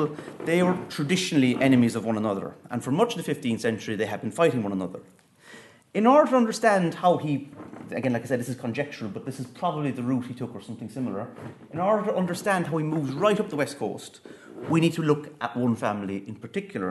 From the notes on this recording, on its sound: at the 2022 Tudor and Stuart Ireland Conference.